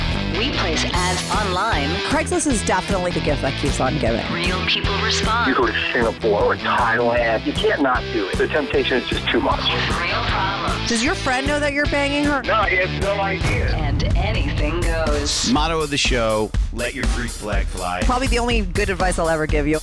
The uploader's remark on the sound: he called in to talk all about it